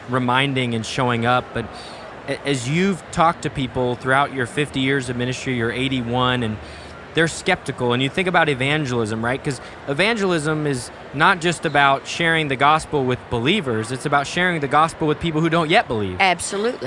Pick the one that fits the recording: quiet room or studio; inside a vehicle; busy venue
busy venue